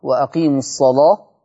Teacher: هنا الصاد مفتوحة واللام مفتوحة فغلظت اللام لورش · Term: تغليظ اللام